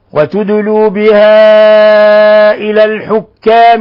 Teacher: وتدلوا الدال مسكنة فتقلقل، وتدلوا بها إلى مد منفصل لانفصال الهمزة عن حرف المد، تقدم نظيره.